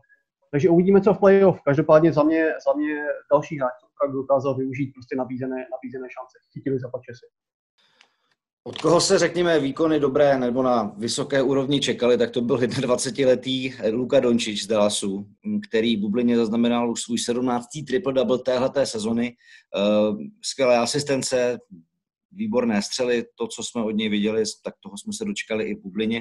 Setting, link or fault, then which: link, video call